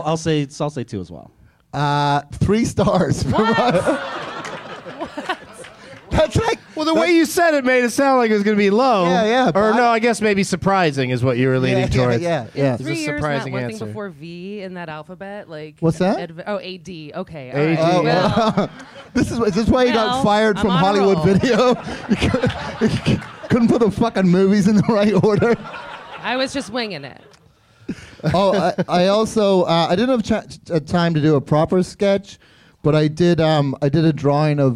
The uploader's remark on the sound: Live from Zanies in Rosemont, IL